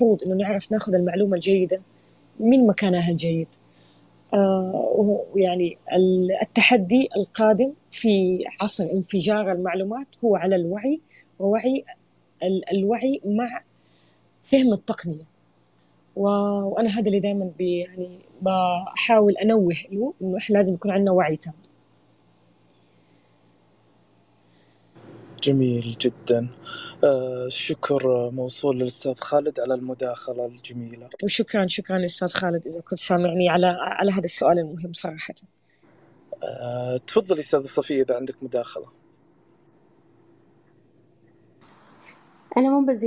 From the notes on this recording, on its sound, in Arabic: تسجيل لمساحة ابن رشد الأسبوعية على منصة تويتر